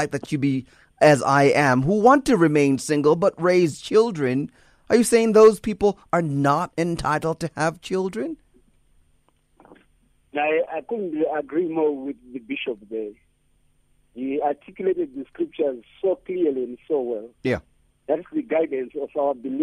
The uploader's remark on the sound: Guest on the phone.